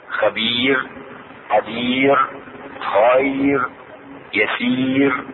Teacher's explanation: الراء مرققة يعني خفيفة الراء خفيفة اذا كانت الراء ساكنة بعد ياء ساكنة حرف لين